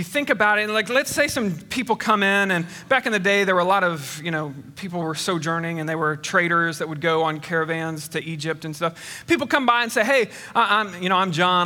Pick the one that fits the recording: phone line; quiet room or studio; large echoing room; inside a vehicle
large echoing room